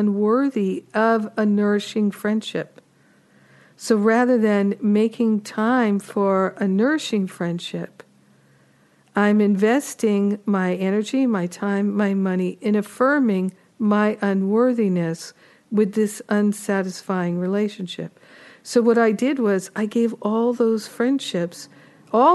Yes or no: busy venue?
no